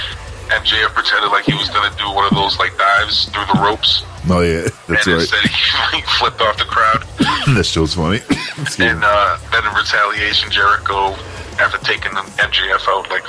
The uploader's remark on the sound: phones